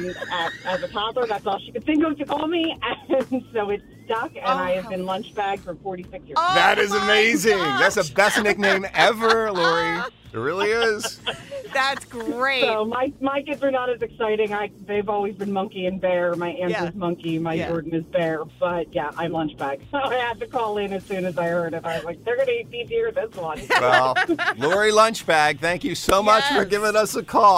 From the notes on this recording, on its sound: listeners call